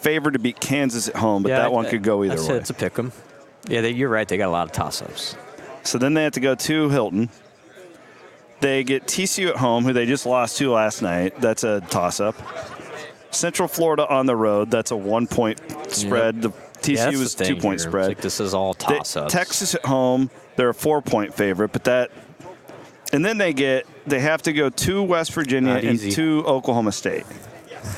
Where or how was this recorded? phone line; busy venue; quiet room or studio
busy venue